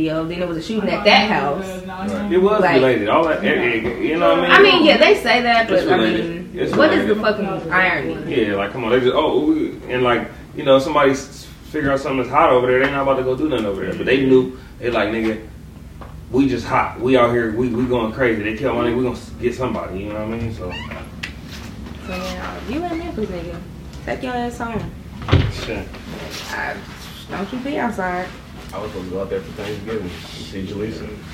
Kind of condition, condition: fault, poor sound quality